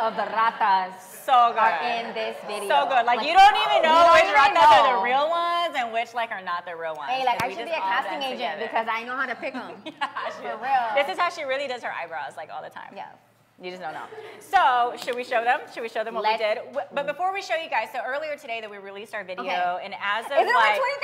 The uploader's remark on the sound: With our LIVE audience from Jokesters Pub N Grub.